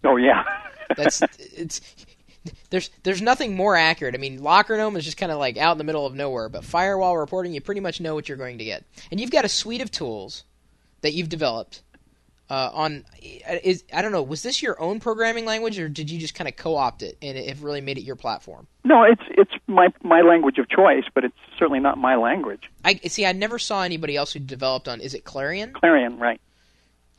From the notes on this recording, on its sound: VoIP didnt cut it so we made a commitment to live calls with a full telephone studio and toll-free access. This is the first hour of the live beta test of the phone lines.